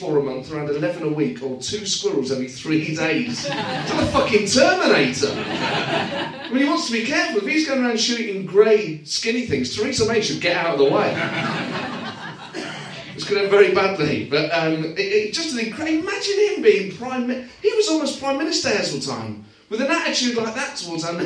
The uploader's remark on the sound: joined on stage this month